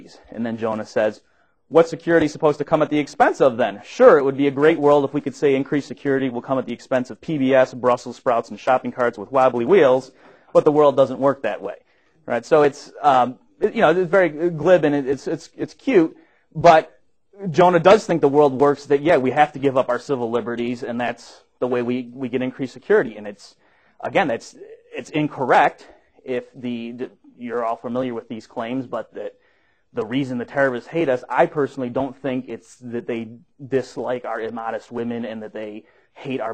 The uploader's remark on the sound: Recorded at the Mises Institute